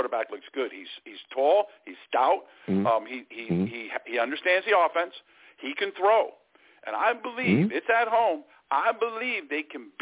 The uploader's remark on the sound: I take live callers!